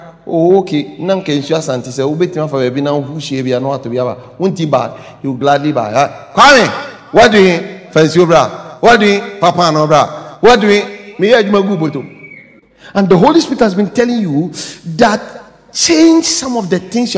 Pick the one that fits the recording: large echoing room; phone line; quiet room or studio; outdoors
large echoing room